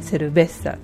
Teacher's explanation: 後ろから二音節目なのでベのところを強く読みます。それなのでセルベッサというふうになります。同様に例えばマパという単語だったらマとパで二音節で後ろから2番目を強く発音しなければならないので、マパじゃなくてマパなんですね。で、同様にノーチェだったらノとチェでやっぱり、母音で終わっているので後ろから2番目のノの方が強く発音されてノーチェというふうになります。で、次に同じようにアクセント記号がついていなくて N、S 以外の子音で終わる場合なんですけれども、その場合は一番最後の音節を強く発音するんですね。例えばムヘールだったらムとヘールってさっきやった